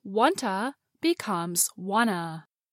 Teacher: The vowel sound in to, oo, gets reduced to another vowel sound, schwa, Want-to becomes wanta, The two t sounds drop off in fast speech, so wanta becomes wanna.